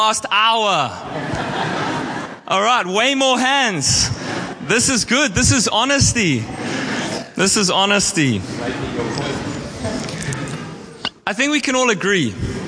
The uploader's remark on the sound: at our All In Service on 29/10/23